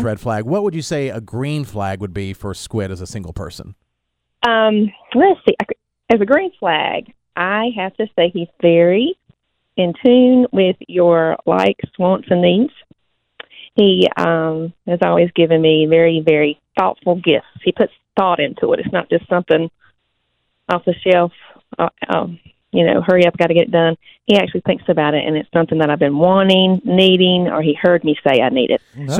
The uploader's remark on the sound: Significant Others call in to let us know our green flags!